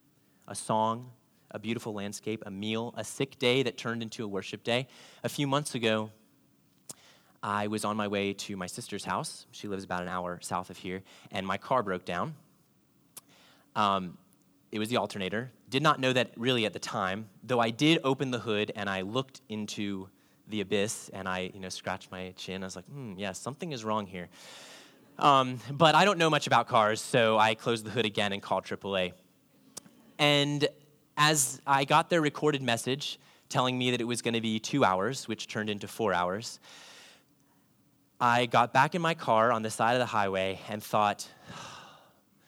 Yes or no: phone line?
no